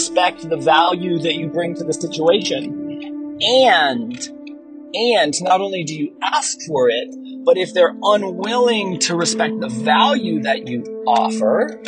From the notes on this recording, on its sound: Recorded while driving a very old beat-up truck, so the audio isn't perfect.